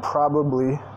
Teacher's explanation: está comiendo la segunda sílaba